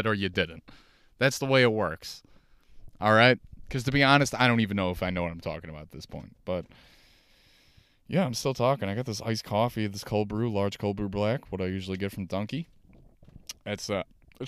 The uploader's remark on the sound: Hey i talk on and on from my car.